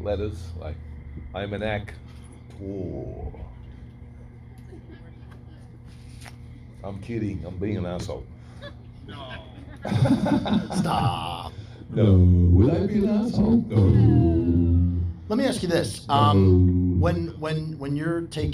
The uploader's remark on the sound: Q&As at The Mahoning Drive-In Theater for a Mad Max marathon.